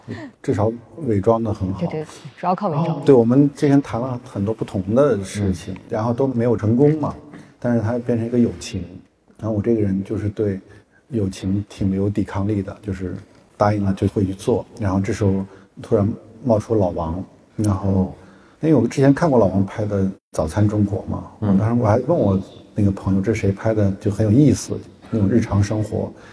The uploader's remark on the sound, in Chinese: 在《何不秉烛游》的线下放映互动活动中